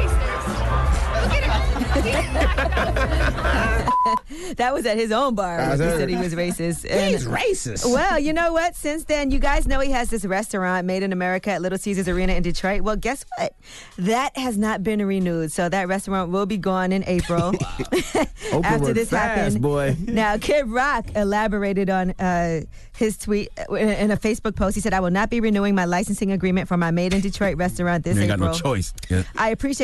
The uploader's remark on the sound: Today on the show we opened up the phone lines